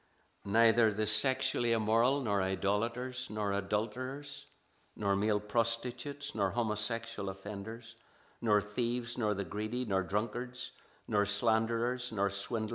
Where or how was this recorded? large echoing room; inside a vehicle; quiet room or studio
large echoing room